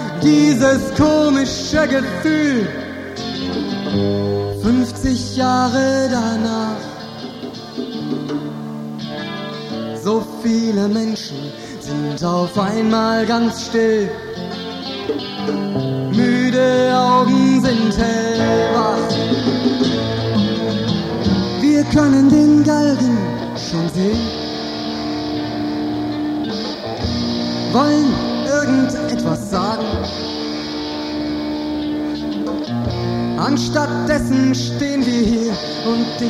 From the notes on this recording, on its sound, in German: Aufgenommen im "Schagall" in Köln im Jahre 1989.